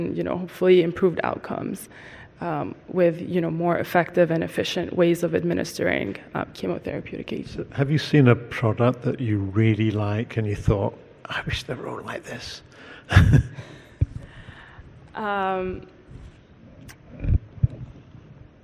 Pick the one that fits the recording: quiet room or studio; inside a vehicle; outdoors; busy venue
busy venue